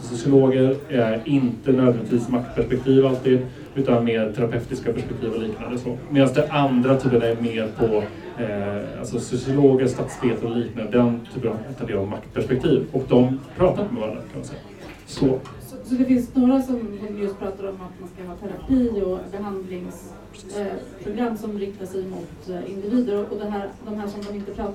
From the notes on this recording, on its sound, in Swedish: Inspelningen är från samtalet på Bitter Pills i samband med MR-dagarnas lansering av årets programtidning. Ljudet innehåller bakgrundsbrus.